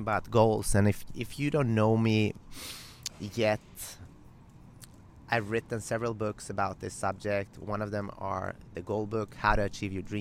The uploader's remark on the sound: Live From Gold’s Gym Venice (The Mecca of Bodybuilding). I decided to record a podcast live from Gold's Gym Venice, The Mecca of Bodybuilding.